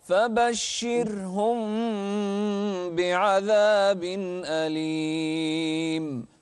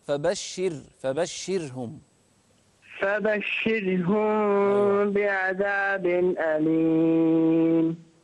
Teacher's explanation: رقق الراء أكثر، راء ساكنة قبلها مكسور